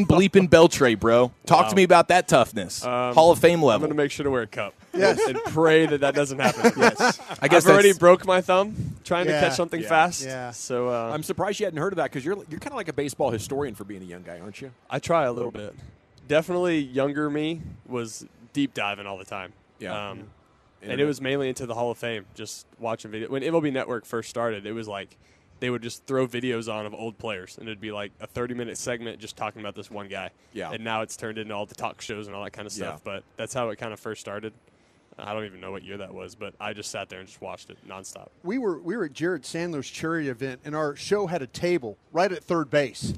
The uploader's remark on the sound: live from Rangers Fan Fest